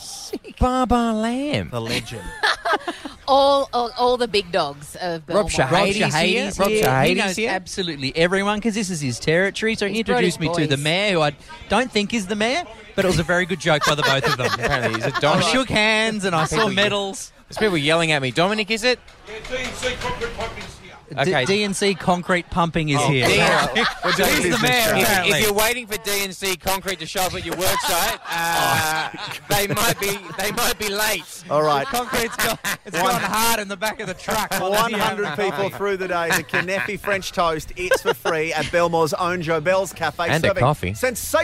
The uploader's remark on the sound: We are broadcasting live from Westie Wednesday